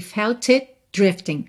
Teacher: O T de it você não ouve porque já tá virando D de drifting